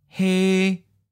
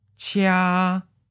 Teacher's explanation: it starts high in your voice and then it's held flat over the length of the syllable. Think of a doctor telling you to open your mouth and say, ah. · Term: first tone